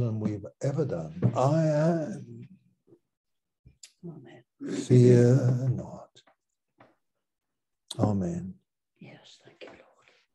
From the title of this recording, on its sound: Malaysia Meets (Zoom)